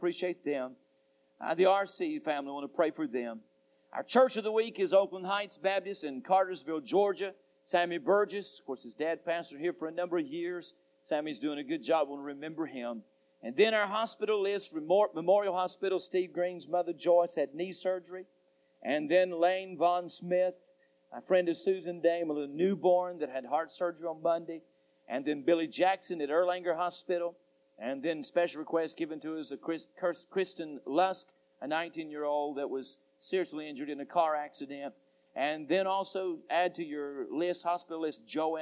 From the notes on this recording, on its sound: Temple Baptist Church Archive Podcast. During the PM service on October 17, 2001.